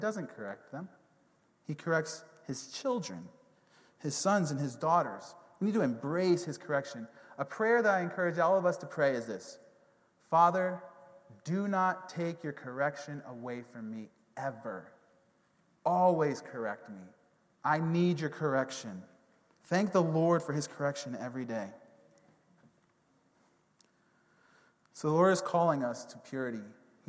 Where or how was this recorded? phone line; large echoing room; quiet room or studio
large echoing room